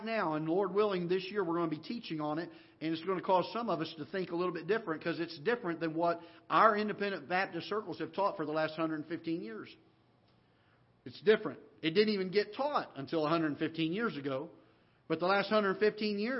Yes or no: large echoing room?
yes